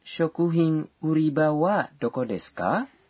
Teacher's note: Kalimat ini adalah pertanyaan dengan ka pada akhirannya. Jadi pastikan untuk mengucapkannya dengan intonasi menanjak.